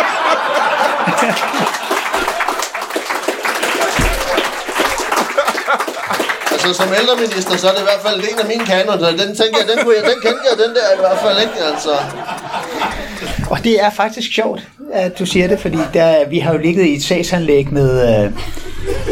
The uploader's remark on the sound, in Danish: LIVE fra Chase i Roskilde